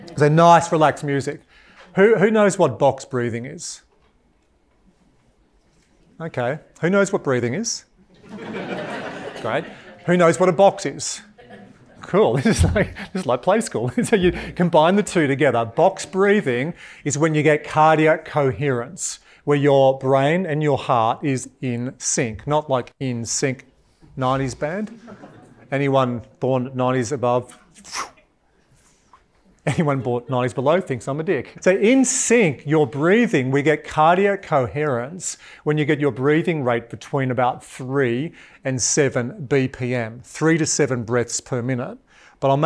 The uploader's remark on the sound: In this episode that was recorded at a live event